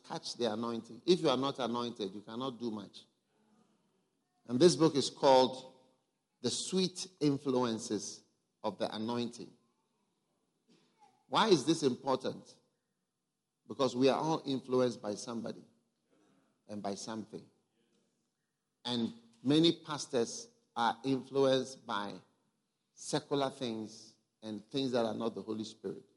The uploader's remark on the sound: Preached at a Healing Jesus Pastors' conference in Francistown, Botswana